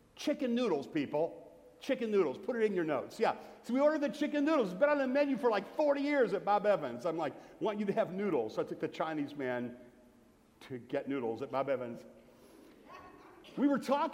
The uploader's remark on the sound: Sermon from Bethel Church in Jackson, Michigan on November 19, 2017. Here is the audio version of my Thanksgiving sermon from Bethel Church in Jackson, Michigan.